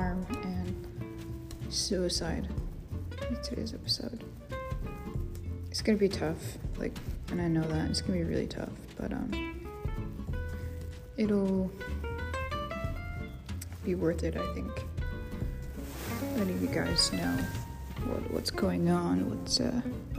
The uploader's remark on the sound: Please forgive me as there a lot of background noises. I move around a lot at some point.